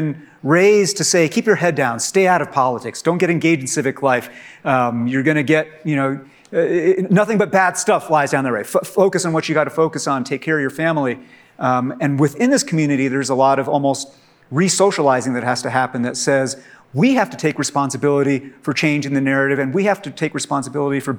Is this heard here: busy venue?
yes